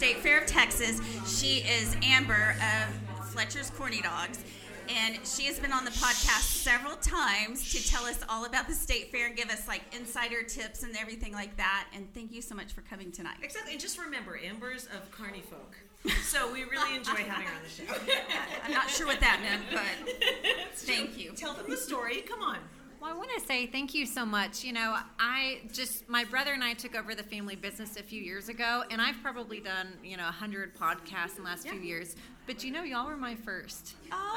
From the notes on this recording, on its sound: We had local small business owners, former guests from the show, members of the press and our friends who came out to celebrate. Our live recording from the event that was sponsored by Swoozies.